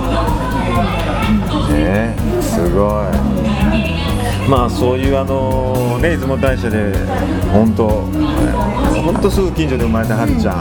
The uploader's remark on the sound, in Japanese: ガストのにぎやかな店内で。対談収録しました。